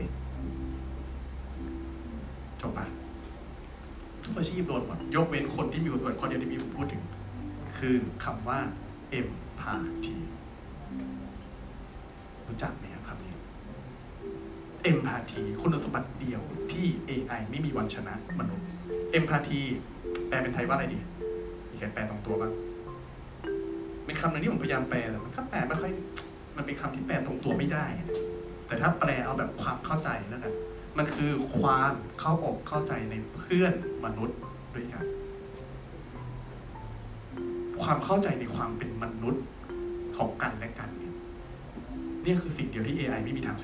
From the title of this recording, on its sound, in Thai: บันทึกจากการบรรยายสด